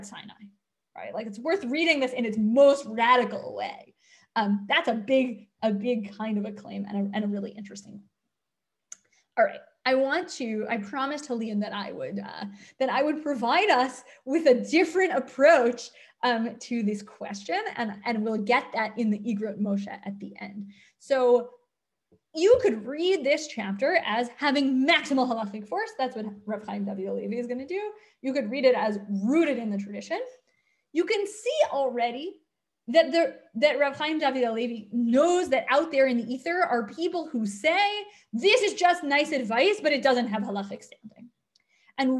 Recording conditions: video call